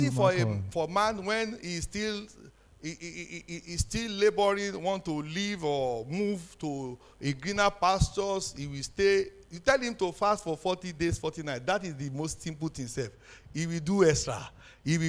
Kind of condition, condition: setting, live audience